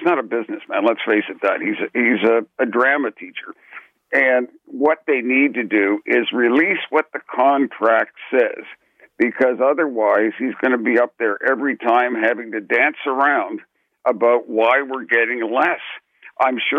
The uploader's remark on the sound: Listeners call. Zoomer Radio.